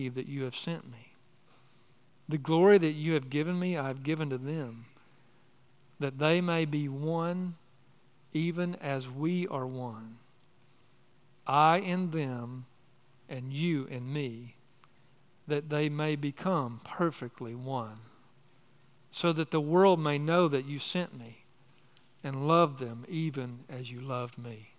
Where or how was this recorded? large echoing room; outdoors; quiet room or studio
large echoing room